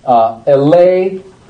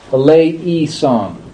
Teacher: I would pronounce this as A. Well, in the Byzantine form, it's all flattened out to an E sound · Shown in: second take · So we say eleison.